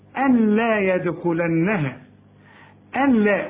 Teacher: نون ساكنة وبعدها لام مفيش غنة فيها · Term: إدغام كامل بدون غنة